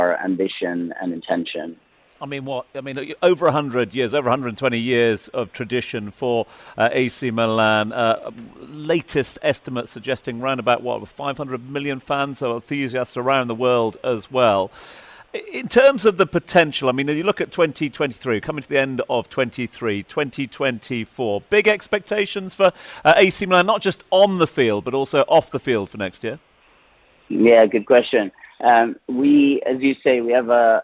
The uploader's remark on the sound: We’re broadcasting live from DC Aviation Al Futtaim's VIP Terminal at Al Maktoum International Airport all this week, celebrating the company's 10th anniversary.